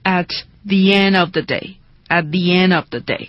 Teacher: 这时候 at the 和 end 之间我们加入了一个 y 的音